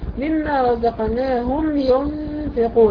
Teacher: ميم بعدها ياء باظهار شفوي